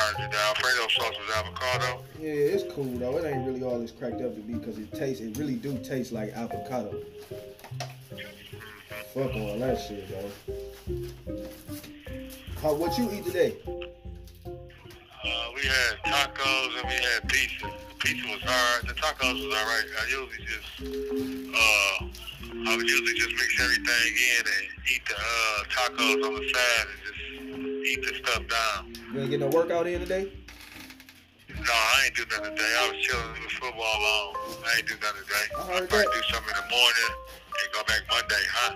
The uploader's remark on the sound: On the phone. A call from prison!